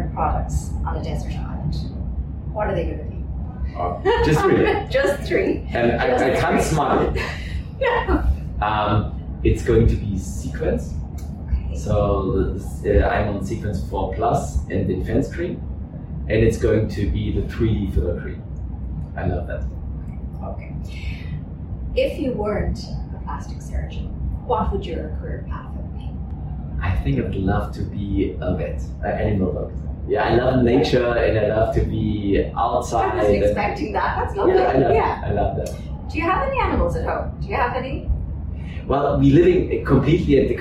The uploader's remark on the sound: This episode was recorded in the IIAA headquarters and the sound quality may be a little compromised.